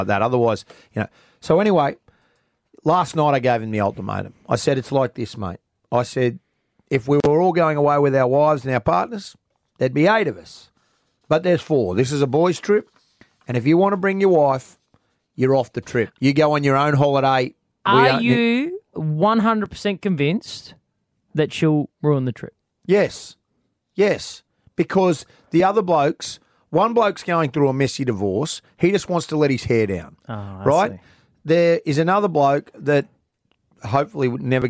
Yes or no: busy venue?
no